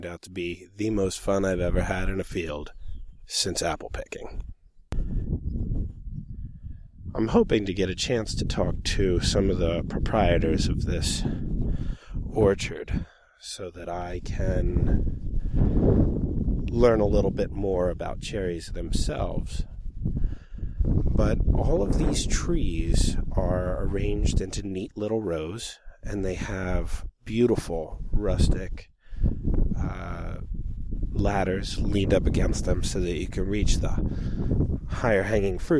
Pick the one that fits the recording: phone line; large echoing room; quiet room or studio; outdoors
outdoors